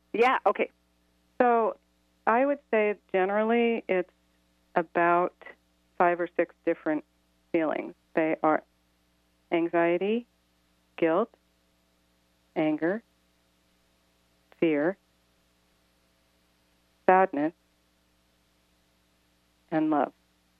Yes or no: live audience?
no